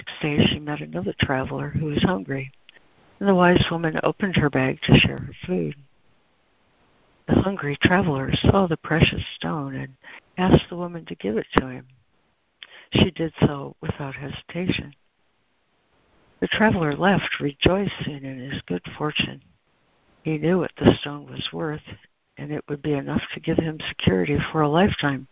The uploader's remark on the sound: ACIM Daily Conference Call